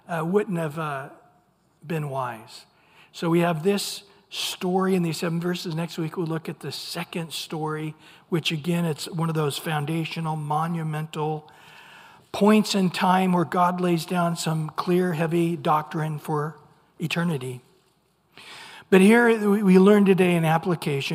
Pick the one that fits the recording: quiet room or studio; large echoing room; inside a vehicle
large echoing room